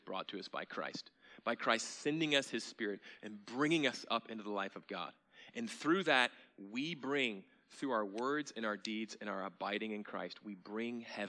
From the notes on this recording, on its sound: at Sojourn Galleria Church on Sunday, November 4, 2018